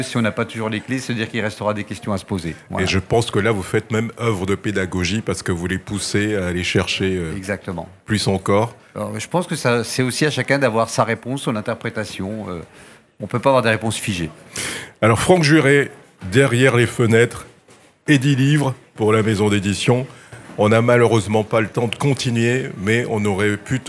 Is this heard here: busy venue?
yes